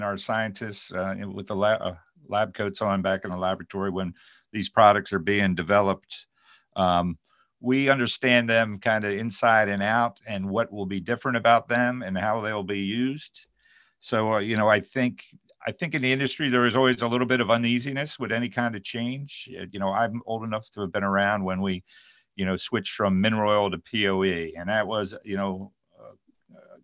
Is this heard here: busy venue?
no